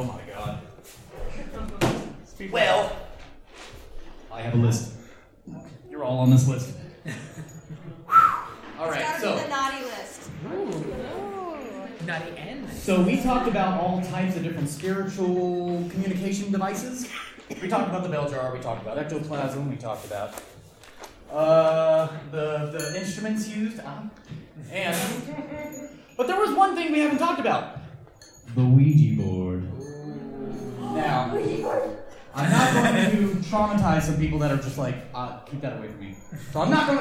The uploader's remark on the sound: Wild Wild West Con 11 Panel. 11pm Saturday night in Ballroom H.